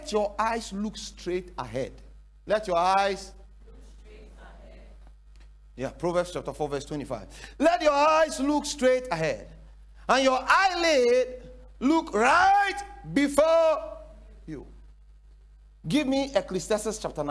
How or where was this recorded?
large echoing room